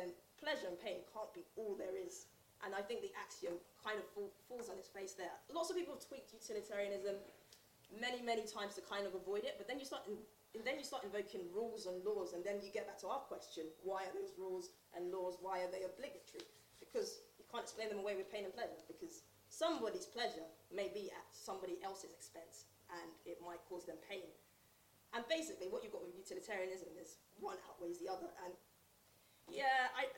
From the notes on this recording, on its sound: Hosted by Southampton University Debating Society. This isn't my recording and was very quiet, but I've improved the quality somewhat using my Wave Pad editing suite.